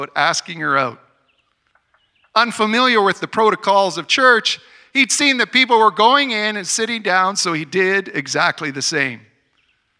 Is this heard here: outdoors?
yes